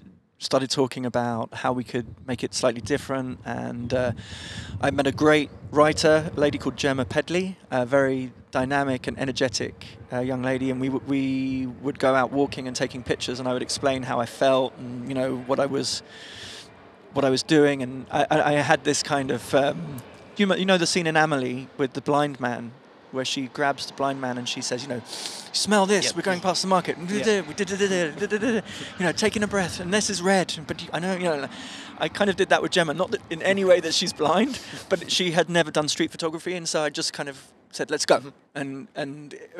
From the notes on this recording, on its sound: Recorded outside the Rotondes in Bonnevoie, our guest speaker at this year’s Luxembourg Street Photography Festival.